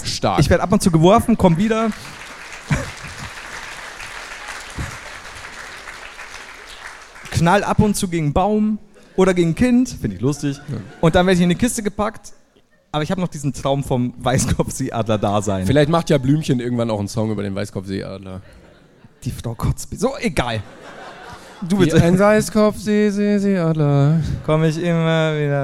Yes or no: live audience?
yes